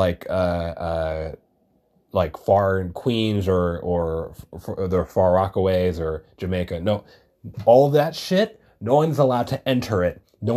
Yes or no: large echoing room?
no